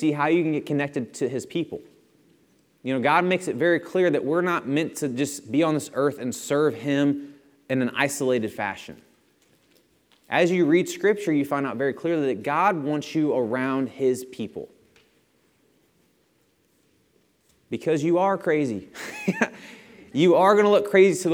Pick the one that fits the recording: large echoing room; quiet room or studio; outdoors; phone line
large echoing room